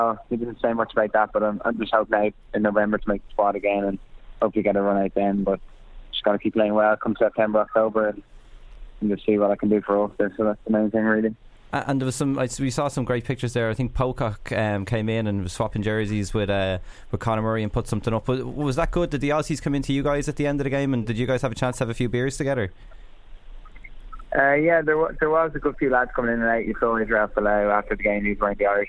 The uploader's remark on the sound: phones in from Bangkok